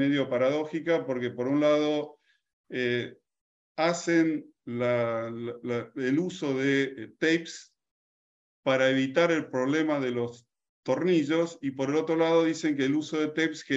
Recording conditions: video call